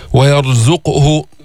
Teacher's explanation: قلقل القاف وفخم الراء الساكنة اللي قبل مفتوح